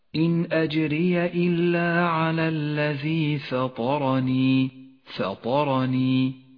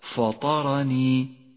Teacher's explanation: الفاء حرف مرقق والطاء والراء مفخمان والنون والياء مرققان · Shown in: first take · فاقرأ هكذا إن أجري إلا على الذي سطرني سطرني، واحذر من تفخيم الفاء هكذا فطرني فهو خطأ صوابه سطرني.